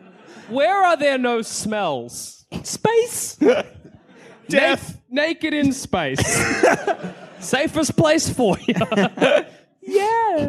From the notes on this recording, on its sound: recorded at the Frog & Bucket at Manchester